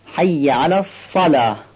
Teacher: و حرف سوم که در این ذکر جدیده، حرف صاد هست، حی علی الصلاه. این صاد صلات رو باید درشت تلفظ کنیم، پر و درشت از گلومون بگیم. و از یک صاد نوک زبانی و صوتی و فوتی بپرهیزیم.